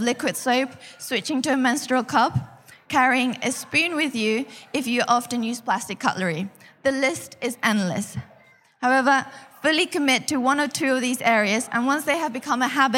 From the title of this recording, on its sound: live at Reading Vegan Festival 2019